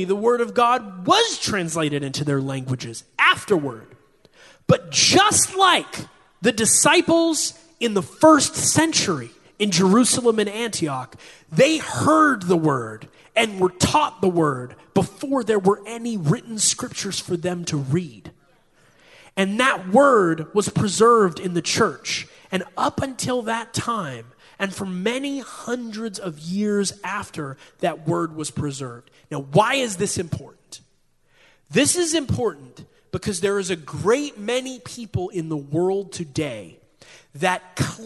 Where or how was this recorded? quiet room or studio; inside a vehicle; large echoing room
large echoing room